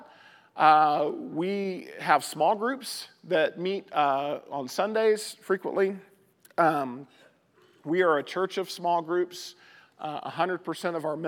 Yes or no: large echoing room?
yes